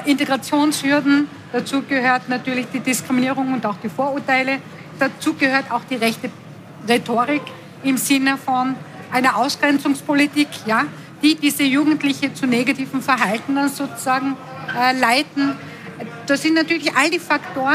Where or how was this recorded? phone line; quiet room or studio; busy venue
busy venue